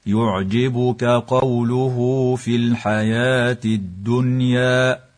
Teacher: واتفقت المصاحف على رسم الألف واوا في كلمة الحياة مع وجوب النطق بالألف لا بالواو، وتدغم لام التعريف في كلمة الدنيا نظرا لوقوعها قبل الدال، والنون الساكنة في كلمة الدنيا حكمها الإظهار المطلق.